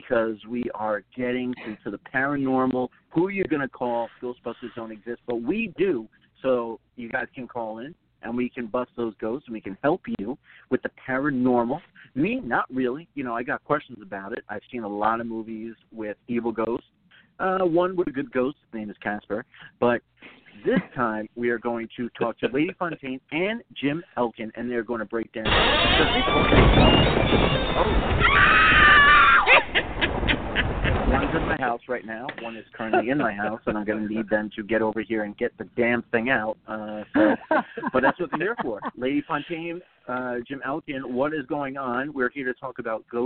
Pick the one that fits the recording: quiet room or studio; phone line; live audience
phone line